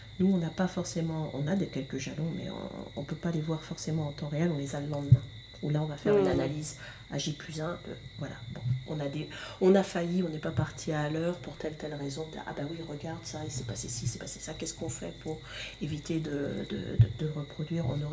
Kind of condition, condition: fault, sounds in the background